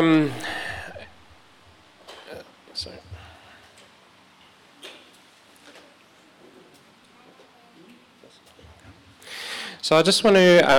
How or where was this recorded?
large echoing room